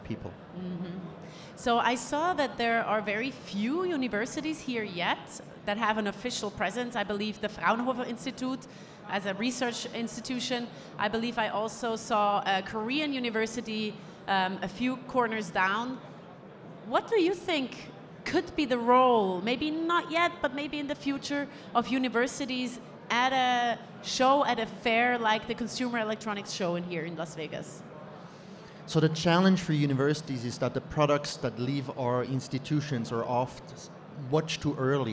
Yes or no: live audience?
yes